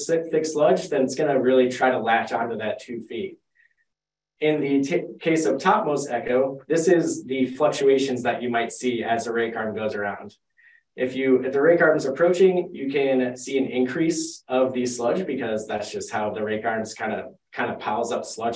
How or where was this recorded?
video call